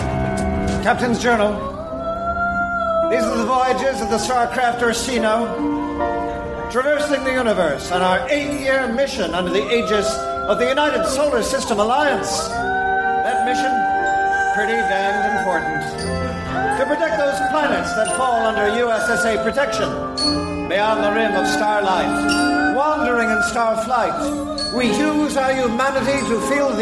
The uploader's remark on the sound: Recorded Live 8/6/2011 at Largo, Los Angeles.